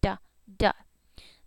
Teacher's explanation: So straight tongue tip, it taps for a duh, duh.